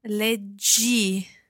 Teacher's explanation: So the J sound of the leggere infinitive is remaining there in the leggi form, you read.